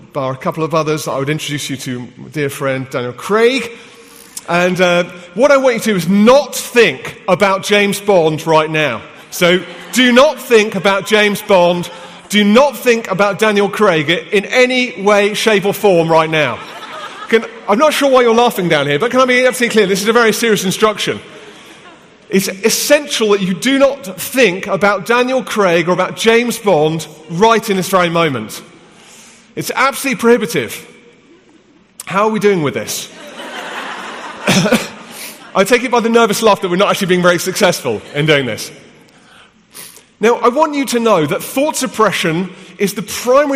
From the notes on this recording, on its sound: from the HTB Free To Be Conference in London